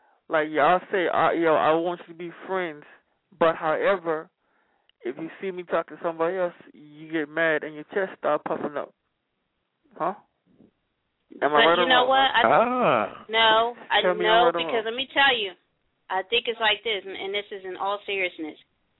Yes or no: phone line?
yes